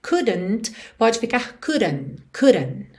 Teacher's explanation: Fazendo rarara nesse D, couldn't, e não marcando o T final, porque afinal é uma consoante oclusiva que pode aparecer mais, menos ou nada